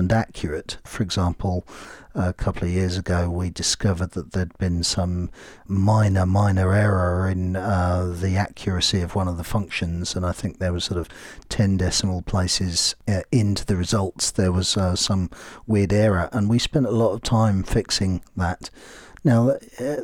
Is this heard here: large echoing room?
no